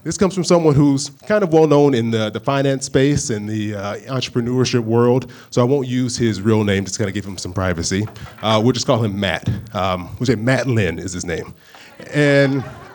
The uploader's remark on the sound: The live episode of Popcorn Finance that I recorded at the Improv in Orlando, Florida as part of the Stacking Benjamins Three Town Tour.